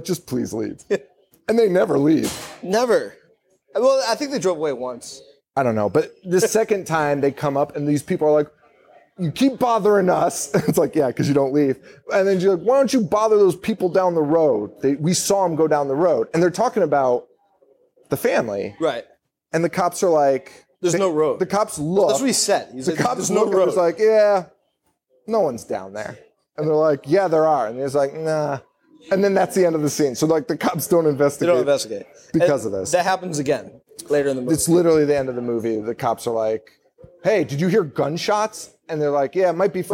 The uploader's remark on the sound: Live from the Falcon Bar in Orlando, Florida